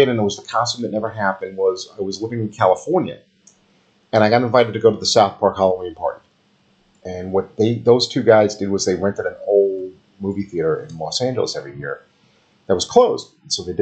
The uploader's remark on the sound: A ghost got into the soundboard and the next 2 episodes have audio issues.